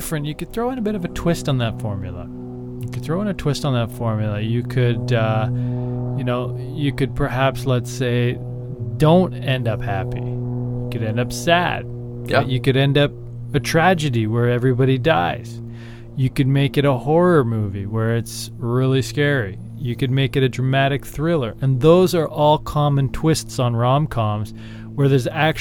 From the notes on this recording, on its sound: Recorded this episode on a plane, flying home from Minneapolis-St Paul.